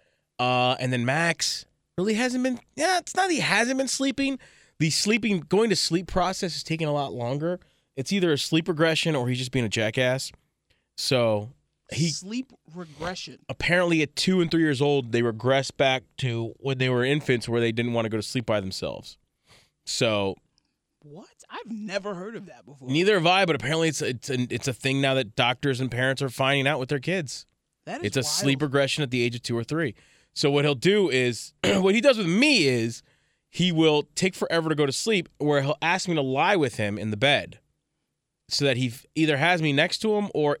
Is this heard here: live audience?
no